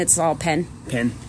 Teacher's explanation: And, yeah, you know, we say we like the word like P-E-N and P-I-N. We say the same. It's all pen.